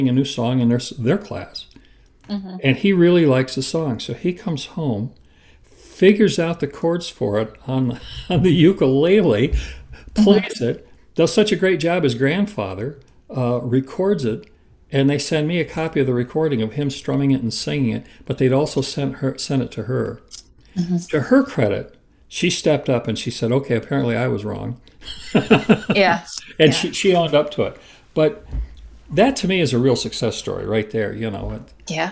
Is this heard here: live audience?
no